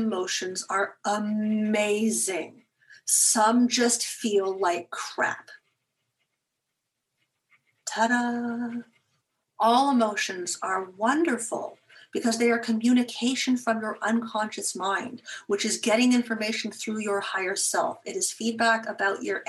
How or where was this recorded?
video call